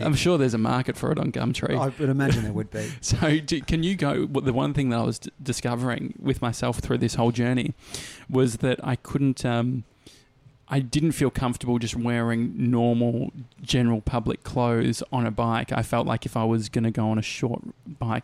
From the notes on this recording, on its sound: Live from a cafe!